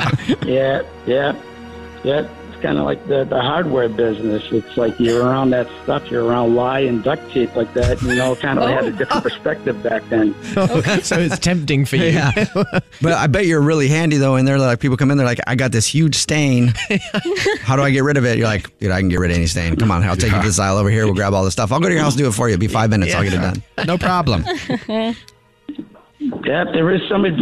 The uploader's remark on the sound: The guy on the phone